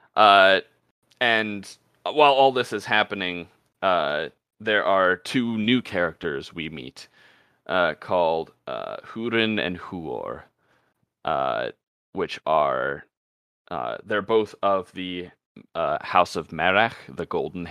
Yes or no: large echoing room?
no